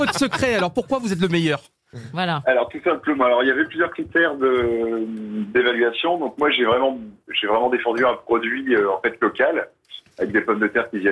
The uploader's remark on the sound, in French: LE COUP DE FIL DE L'ACTU